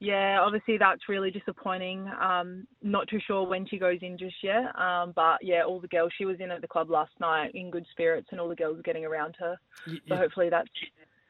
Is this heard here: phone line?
yes